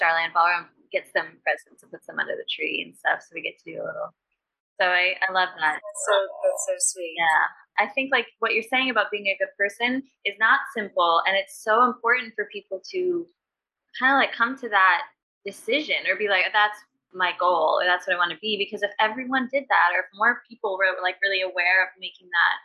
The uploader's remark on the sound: What do you get when you have two different dressing rooms in two different time zones with two microphones between three band wives, one loud sound check and ZERO sets of headphones? Pretty bad sound quality.